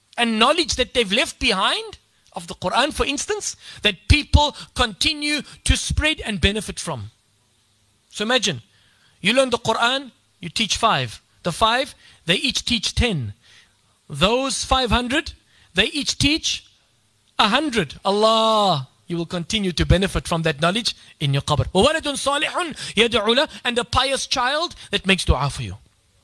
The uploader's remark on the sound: Delivered this beautiful talk at Yusuffeyah masjid's annual khatam al Quran program.